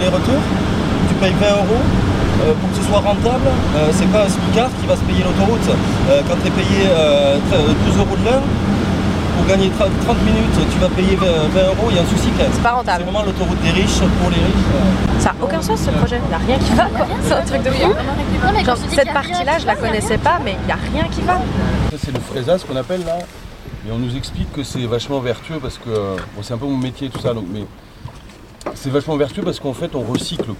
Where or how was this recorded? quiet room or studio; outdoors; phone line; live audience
outdoors